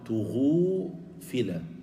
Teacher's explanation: هنا تلاحظون الألف كان قبلها فتحة، والألف لابد أن يكون ما قبلها مفتوحة، فلما ضممنا ما قبل الألف هنا حصل الإعلال، حصل تغيير، الألف قلبت واوا لتناسب الضمة قبلها. فقال تغافل إذا بنيته للمجهول تقول تغوفل.